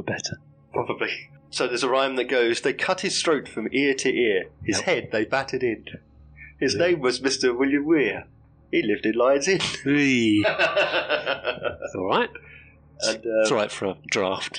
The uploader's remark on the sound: Due to some technical difficulties the sound is sub-optimal but discernible.